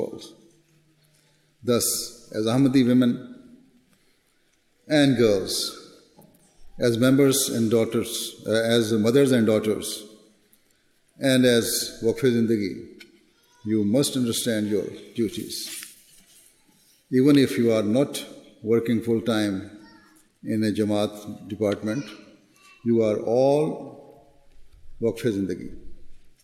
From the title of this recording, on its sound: Address at the National Waqfat Nau Ijtema UK 2019